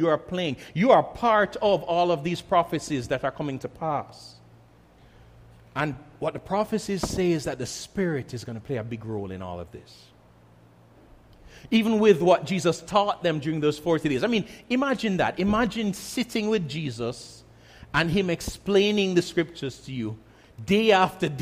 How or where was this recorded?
large echoing room